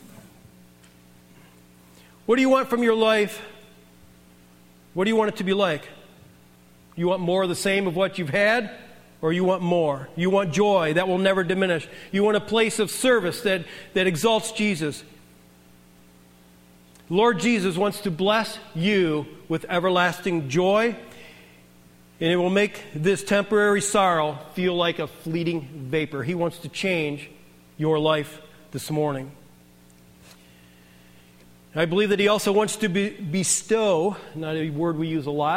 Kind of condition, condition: setting, large echoing room